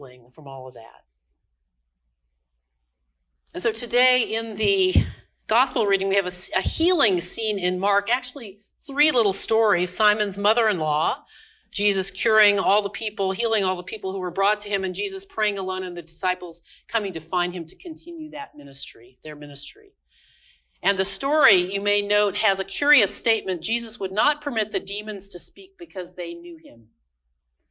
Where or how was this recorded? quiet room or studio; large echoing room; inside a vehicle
large echoing room